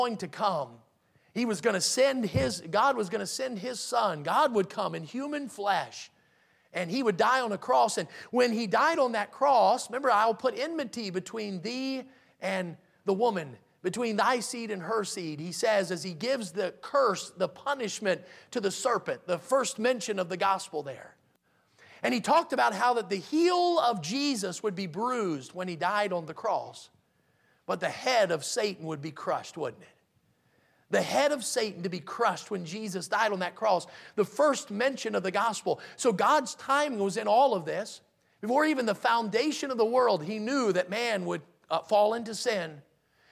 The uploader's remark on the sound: in the Sunday Evening Service on November 27, 2022, at Victory Baptist Church in Boonsboro, Maryland.